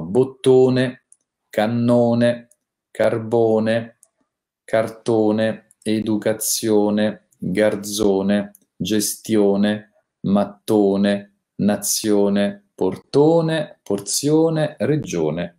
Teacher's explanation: la O chiusa nei nomi che terminano in one